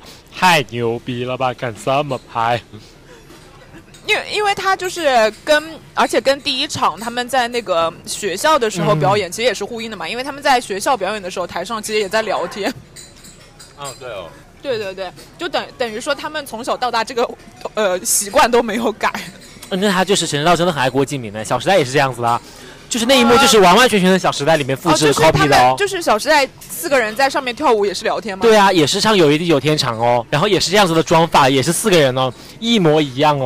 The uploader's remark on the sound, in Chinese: 在看完电影后的第一时间我们就在餐厅里进行了录制。我们在餐厅录制途中数次与服务员沟通的内容我也保留在了音频中。